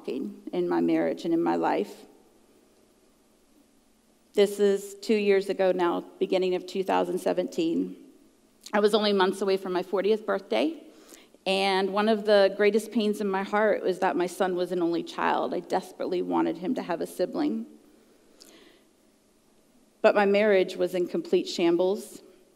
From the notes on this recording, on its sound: At the June icuTalks live event.